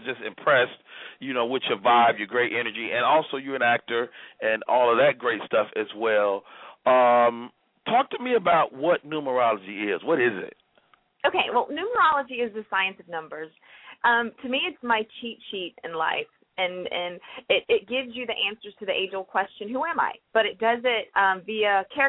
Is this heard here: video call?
no